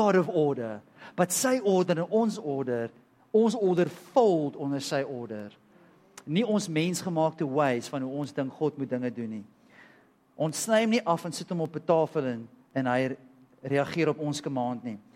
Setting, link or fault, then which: setting, large echoing room